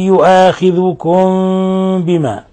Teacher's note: ميم ساكنة جاء بعدها الباء، الحكم التجويدي إخفاء شفوي، إخفاء شفوي.